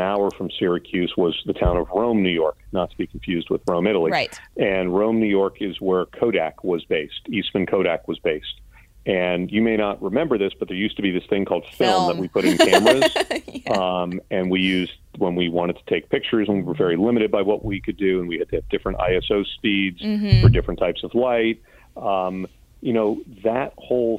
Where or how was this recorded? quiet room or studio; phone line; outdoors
phone line